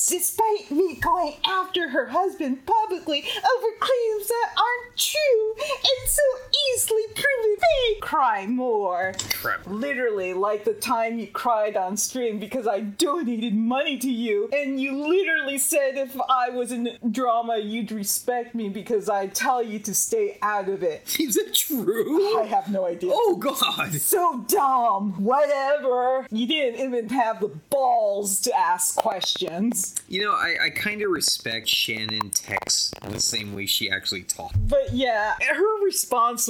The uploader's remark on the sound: We apologize for the static in the audio.